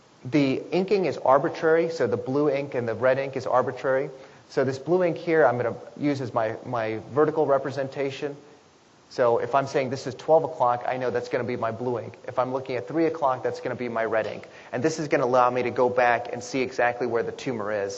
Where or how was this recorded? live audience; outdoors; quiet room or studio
live audience